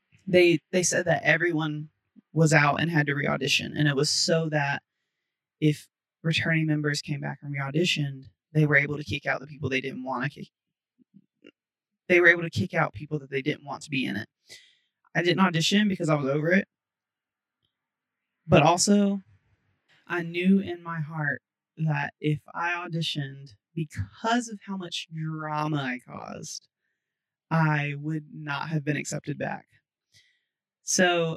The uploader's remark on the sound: The audio is absolutely atrocious. I sound like i am underwater talking through one of those tin can string phones, I have no idea what happened…